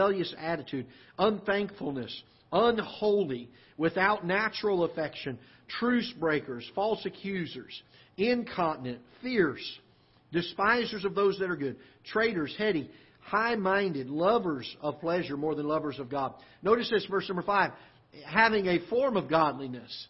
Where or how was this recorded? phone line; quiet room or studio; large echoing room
large echoing room